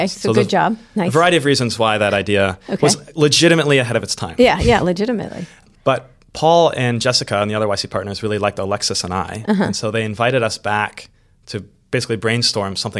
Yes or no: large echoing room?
no